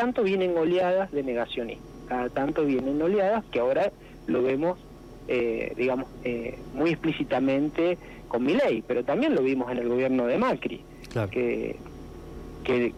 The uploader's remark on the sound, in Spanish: Tuvimos una charla telefónica